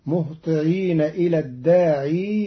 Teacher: قرأ قالون كلمة الداعي بإثبات ياء زائدة وصلا